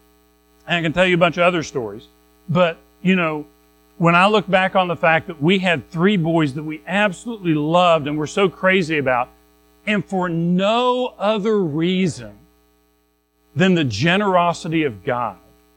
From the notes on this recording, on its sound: Recorded at Madison Baptist Church in Madison WV on Dec 31, 2023